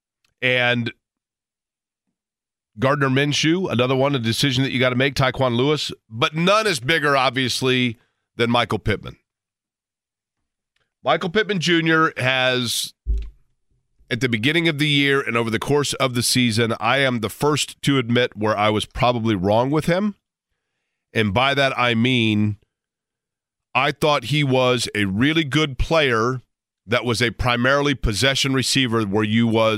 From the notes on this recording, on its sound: opening the phone lines for the first time with one caller